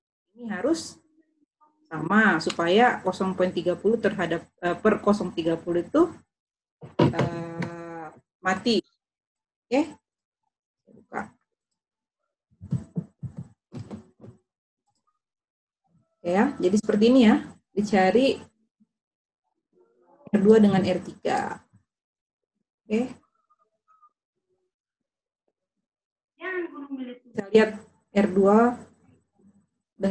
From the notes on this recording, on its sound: Zoom Meeting